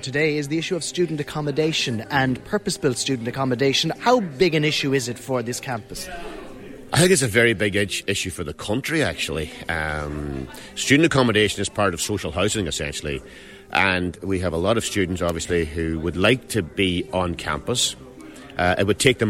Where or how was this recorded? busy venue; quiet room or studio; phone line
busy venue